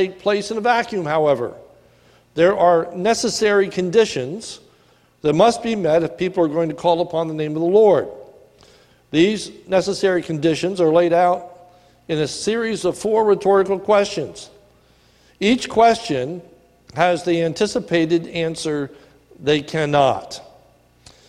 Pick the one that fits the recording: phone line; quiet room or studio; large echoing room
large echoing room